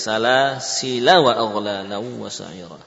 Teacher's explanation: Saat wasol, la-nya panjang tidak? Tidak. Seakan tidak ada alifnya.